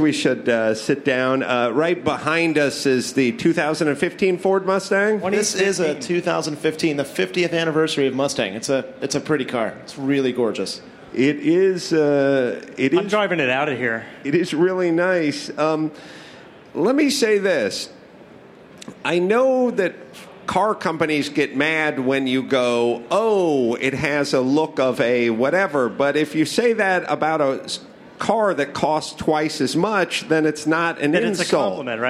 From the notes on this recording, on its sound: A special CarCast live from the Ford booth Consumer Electronics Show in Las Vegas. Sit down in front of a pre-production 2015 Mustang.